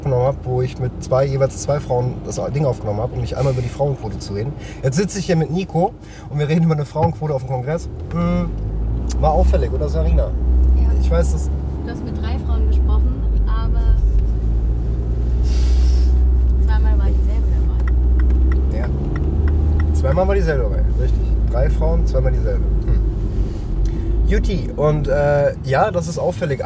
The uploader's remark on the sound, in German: In hamburgs straßennetz. Auf den mitfahrersitzen. Mit ungefragt dezenter stadtführung, guten ps unter der haube.